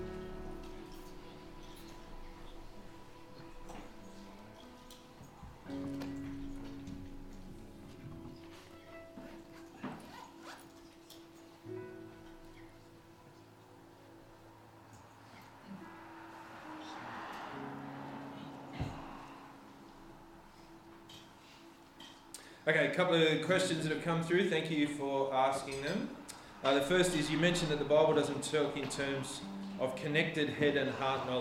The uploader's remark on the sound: This sermon was preached on the 3rd of September 2023 at all services of Helensburgh and Stanwell Park Anglican Church